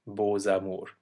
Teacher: And another one that doesn't sound like the original letter is Beaux Amours, where we have a silent X that turns into a Z, Beaux Amours